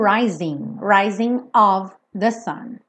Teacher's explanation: um G numa palavra com ING não é pronunciada. São pouquíssimos sotaques no mundo que pronunciam esse G.